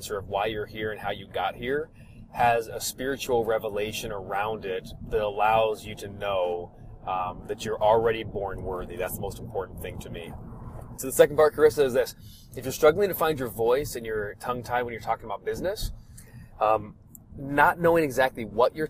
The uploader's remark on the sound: The audio in this episode comes from a FB Live I recorded while driving. The audio is not perfect.